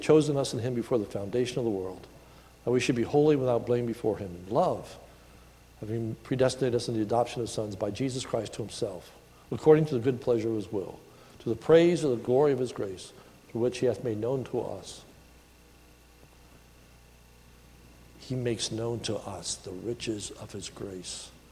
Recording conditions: large echoing room